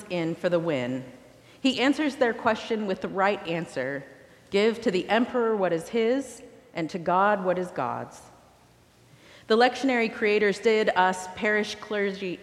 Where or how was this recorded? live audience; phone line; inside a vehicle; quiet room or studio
live audience